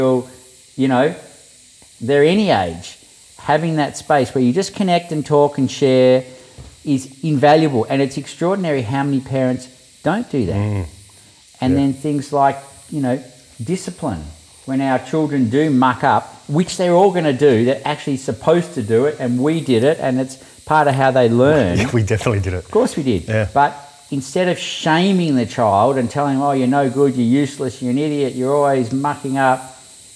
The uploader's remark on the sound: I visited him at his home in the Byron Hinterland out near Mullumbimby. Dropped in the middle of nature, you will hear the sounds of the wildlife in the background of our conversation.